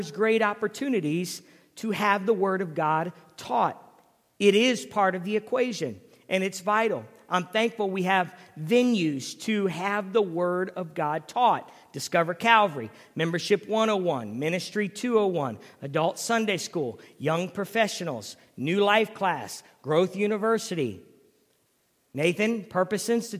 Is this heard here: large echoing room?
yes